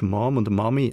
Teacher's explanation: Zwar schreibt man Englisch Mom und Mami auch mit einem O, aber die Aussprache ist eigentlich eher ein A.